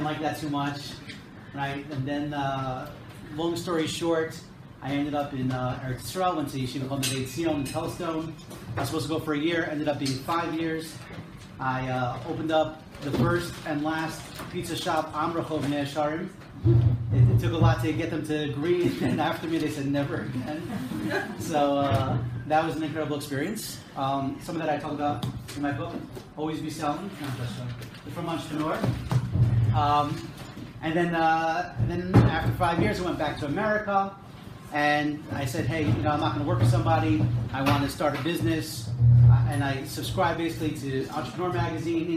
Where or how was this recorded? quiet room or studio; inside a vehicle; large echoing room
large echoing room